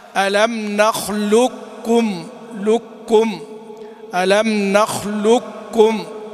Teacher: إذا كان الإدغام كاملا ننطق بكاف واحدة مشددة، ألم نخلقكم، لكم، ألم نخلقكم، كاف واحدة مشددة، وإذا هذا الإدغام الإيش الكامل، نخلقكم، يعني انسى أن في إيش قاف، اذهب إلى الكاف على طول وهذا أسهل، هذا لا شك أنه أسهل. · Term: الإدغام الكامل